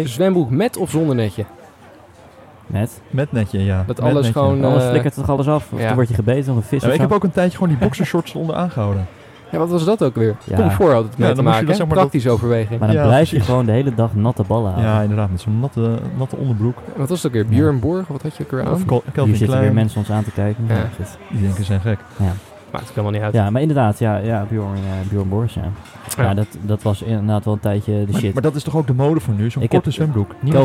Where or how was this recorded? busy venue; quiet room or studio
busy venue